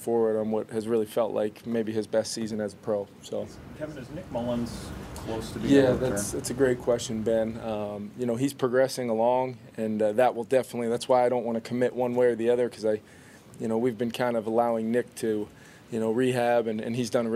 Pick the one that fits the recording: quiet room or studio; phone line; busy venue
busy venue